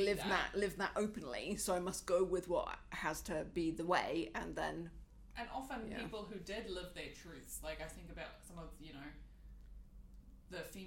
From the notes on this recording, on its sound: Apologies the sound is a bit dodgy on this one, but hang in there! We acknowledge Māori as tangata whenua of Aotearoa New Zealand, where we record.